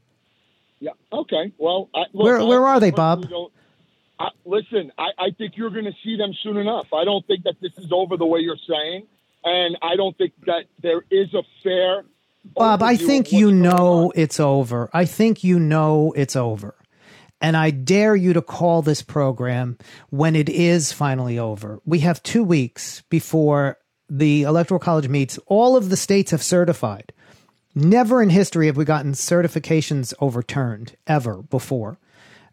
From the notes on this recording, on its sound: called into my SiriusXM show